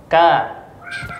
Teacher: ka tadi hamasnya tidak boleh terlalu kuat